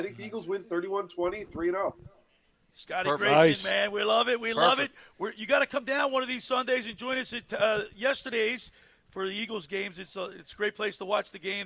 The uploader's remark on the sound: Live remote at Yesterday's Creekside Tavern